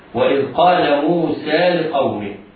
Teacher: الواو في موسى والألف في موسى بعد السين مدان ومدان مدا طبيعيا بمقدار حركتين وصلا ووقفا